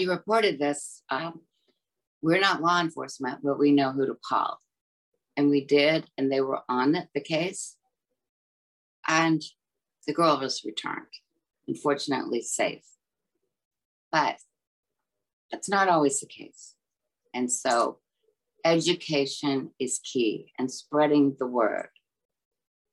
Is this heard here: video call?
yes